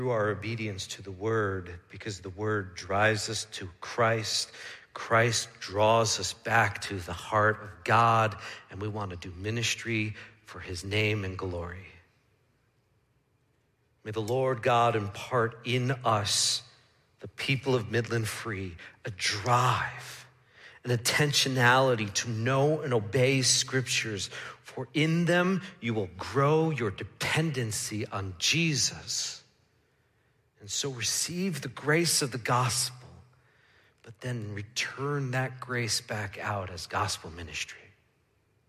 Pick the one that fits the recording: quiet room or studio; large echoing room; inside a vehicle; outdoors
large echoing room